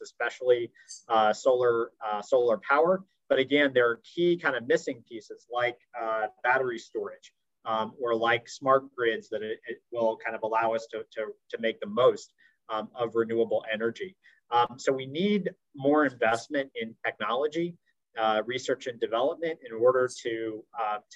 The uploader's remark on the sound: Zoom and Facebook Live